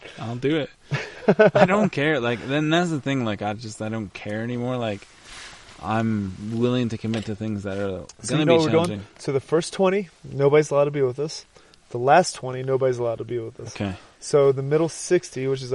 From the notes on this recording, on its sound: Live show from the backcountry of Canyonlands National Park amid the chaos.